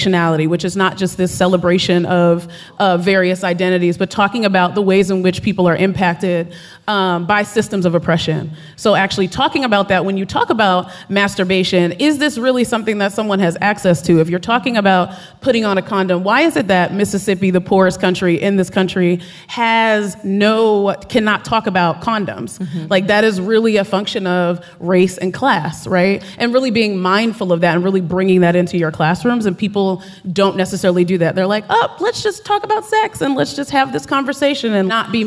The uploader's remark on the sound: An edited down version of a Gonads Live show. Recording of a live event hosted by Radiolab at the Skirball Center in New York City on May 16, 2018. Live music, including the sex ed questions, and the Gonads theme song.